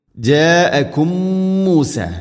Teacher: ജാഅകും മൂസ, മീമുസാക്കിനക്ക് ശേഷം മീമ്, ഇദ്ഗാമു തമാസിലൈൻ, അവിടെ മണിച്ചുകൊണ്ട് ഉച്ചരിക്കണം. ഒന്നാമത്തെ മീമിനെ അടുത്ത മീമിലേക്ക് കൂട്ടിലയിപ്പിച്ച് മണിച്ചുകൊണ്ട് ഉച്ചരിക്കുക